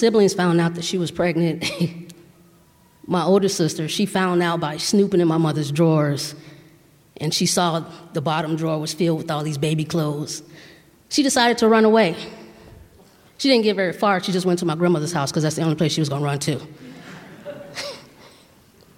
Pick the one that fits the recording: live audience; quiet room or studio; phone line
live audience